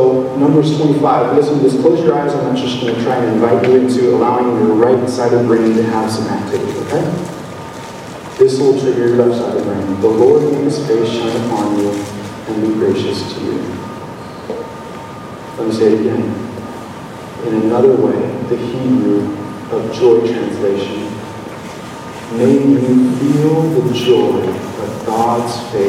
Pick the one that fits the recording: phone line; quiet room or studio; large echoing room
large echoing room